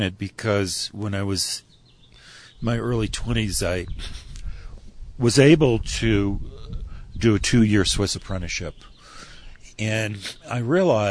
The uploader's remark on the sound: During the IACP conference in Santa Fe, New Mexico. We sat at a table outside. You will even hear the birds singing in the background.